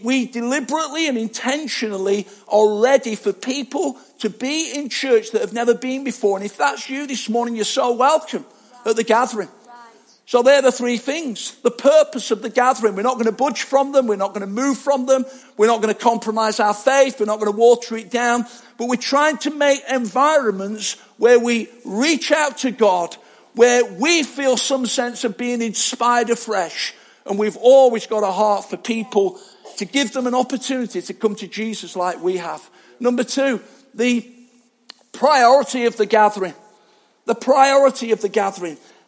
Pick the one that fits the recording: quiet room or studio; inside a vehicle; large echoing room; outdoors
large echoing room